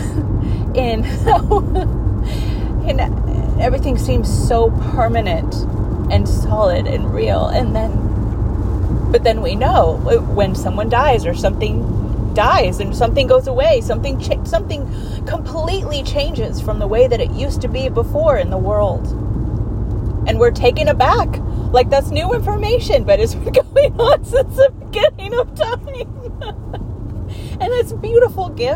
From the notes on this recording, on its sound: This episode was recorded to myself in the car. Where I am driving and talking out loud to myself about something I want a deeper understanding of. Forgive the audio quality for these car episodes.